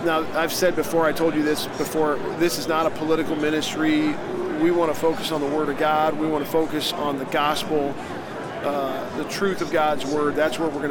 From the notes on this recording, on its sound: LIVE from NRB 2022!